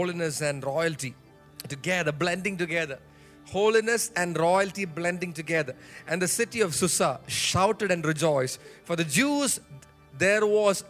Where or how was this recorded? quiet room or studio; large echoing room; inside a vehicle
large echoing room